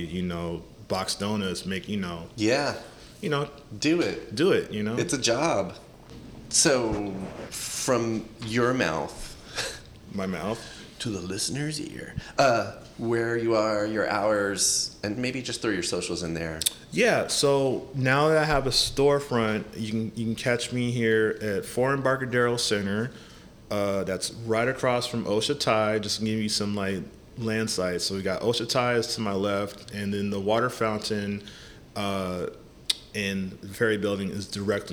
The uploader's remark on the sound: We recorded this podcast at Whack Donuts in the Embarcadero in January 2024.